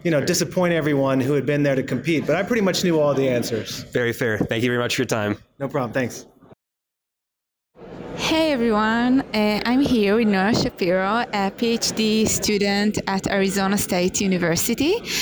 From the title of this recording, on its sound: Live at IUVA Americas 2022